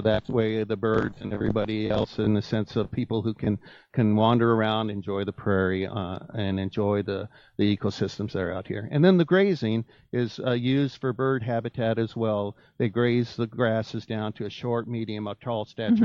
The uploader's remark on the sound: broadcast from Midewin National Tallgrass Prairie, just southwest of Chicago near Wilmington, Illinois